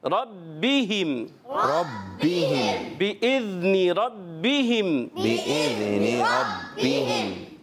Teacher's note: با حرف قلقلہ میں سے ہے، مشدد ہے، تھوڑا جمع ہو یعنی رک کر ادا کریں